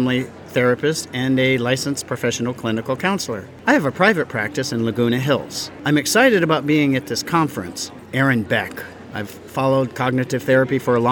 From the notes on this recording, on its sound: Having Fun at The Evolution of Psychotherapy Conference: Talking about Modern Therapist Problems in the Exhibitor Hall.